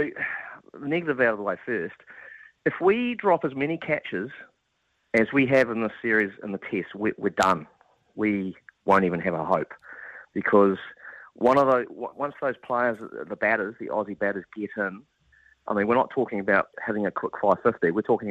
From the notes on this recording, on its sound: opens the phone lines